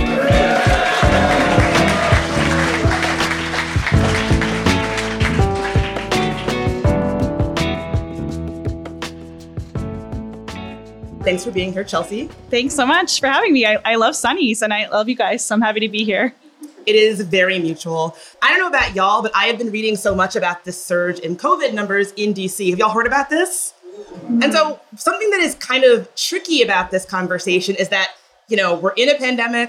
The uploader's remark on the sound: Joins us at our live taping at Sonny’s Pizza.